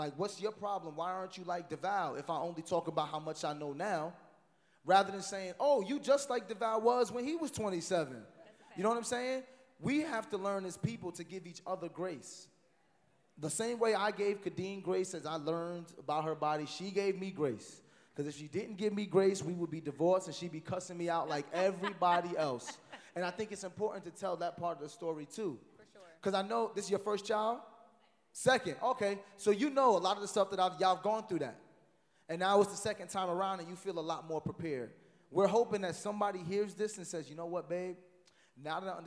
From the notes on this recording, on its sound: LIVE IN DETROIT! The Dead Ass Live Podcast Tour stopped in Detroit and the D showed us love!